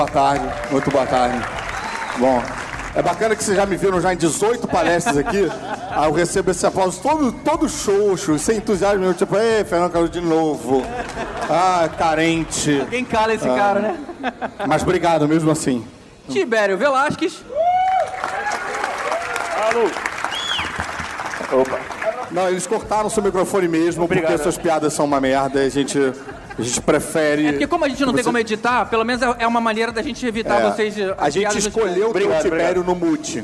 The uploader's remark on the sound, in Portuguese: Ao Vivo na Jedicon 2017